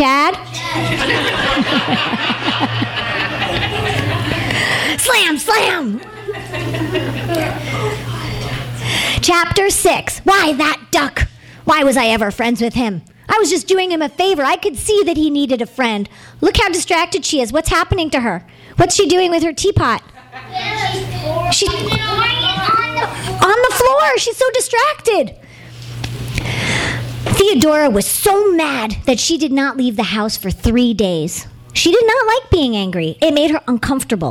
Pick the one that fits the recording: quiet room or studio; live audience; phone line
live audience